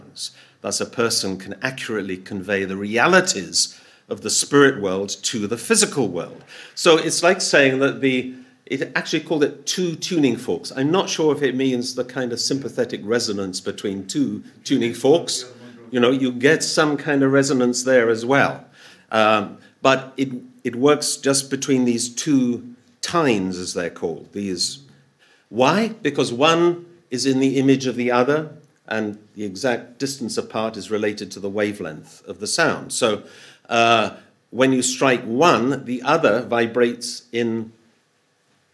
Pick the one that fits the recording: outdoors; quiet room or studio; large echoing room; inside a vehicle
large echoing room